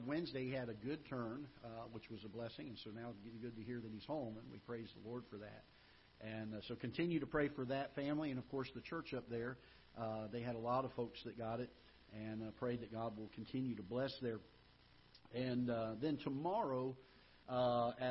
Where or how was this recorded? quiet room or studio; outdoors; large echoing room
large echoing room